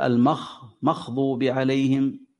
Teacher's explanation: إذا ضغطت عليها على الغين خرجت عندك خاء